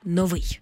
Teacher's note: Колись це слово справді мало два наголоси, але вже давно наголос на першому складі вважається ненормативним, тому слід казати «новий»